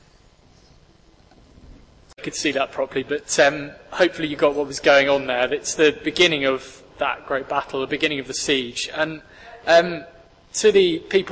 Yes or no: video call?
no